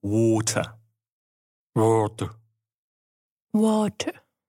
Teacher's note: je to to W, O a T s tím přídechem. Water.